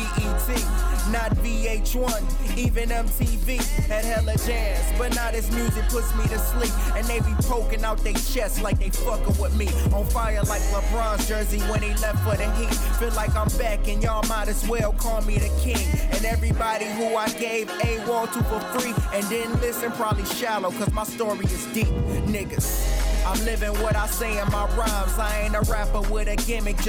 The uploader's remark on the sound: We record the podcast live from Brewer's Café - Richmond's best Café shop located at: 1125 Bainbridge Street, RVA.